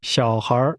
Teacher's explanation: Children is pronounced with falling, rising, and rising tones.